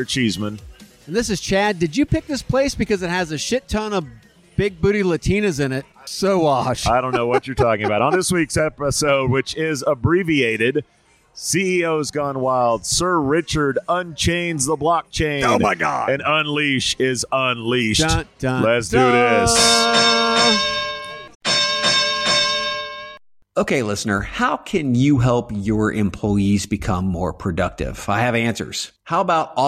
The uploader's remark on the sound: Beer and Podcasting in Las Vegas. Live episode from a Vegas dive bar.